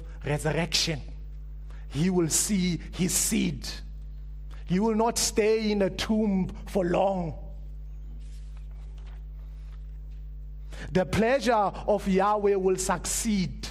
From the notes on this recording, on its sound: Preached at Living Stone Bible Church